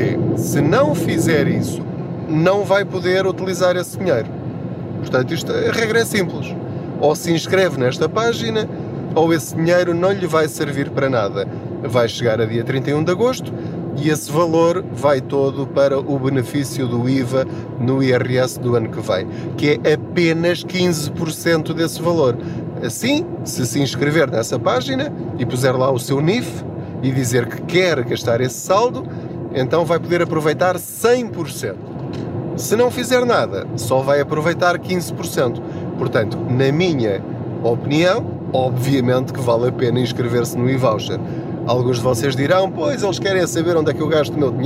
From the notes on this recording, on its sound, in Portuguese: Não ligue aos barulhos da viagem.